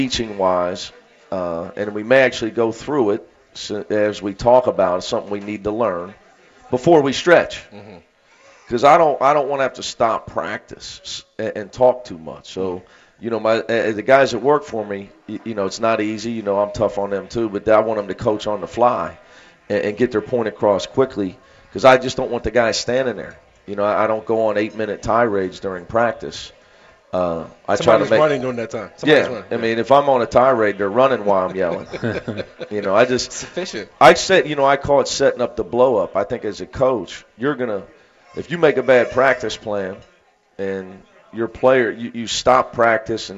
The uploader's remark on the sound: live from the Montgomery Inn